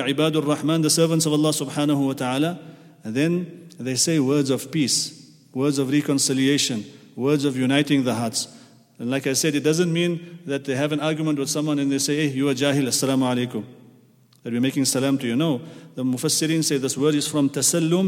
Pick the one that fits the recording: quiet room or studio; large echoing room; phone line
large echoing room